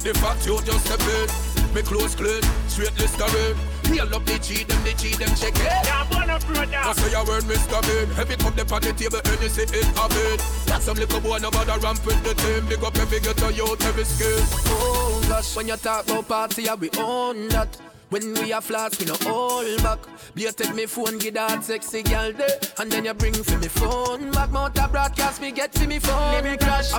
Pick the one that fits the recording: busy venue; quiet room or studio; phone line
busy venue